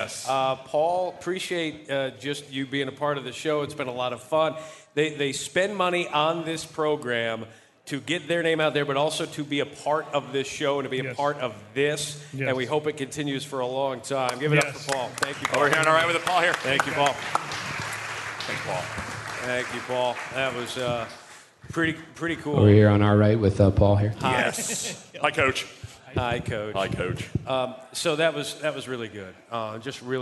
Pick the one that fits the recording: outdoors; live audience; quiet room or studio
live audience